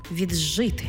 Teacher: «Ди» плюс «жи» утворюється звук «дж». Пишемо «віджити», а вимовляємо «віджити».